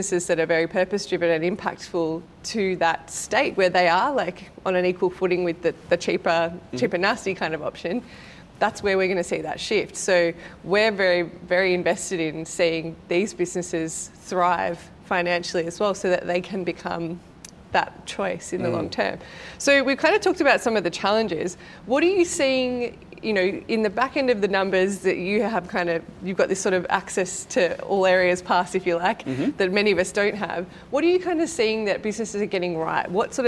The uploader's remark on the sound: A very special live recording from our June Good Mornings breakfast event for purpose-driven folks held at the Frankston Social Enterprise Hub.